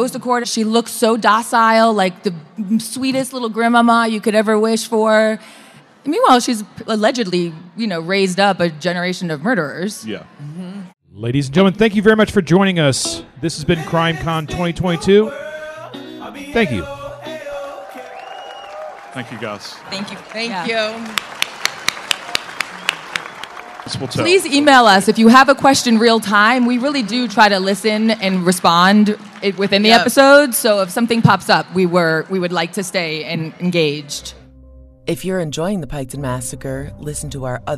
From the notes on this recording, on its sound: The KT Studios team was asked to speak on a panel at CrimeCon Las Vegas. This episode is a live conversation and Q & A from the event.